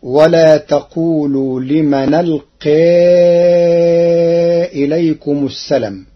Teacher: قرأ ورش كلمة السلام بحذف الألف بعد اللام فتصير ولا تقولوا لمن ألقى إليكم السلام من الانقياد.